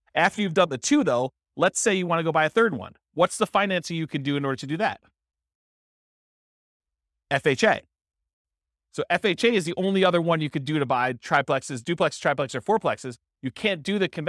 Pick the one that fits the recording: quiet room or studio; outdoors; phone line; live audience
live audience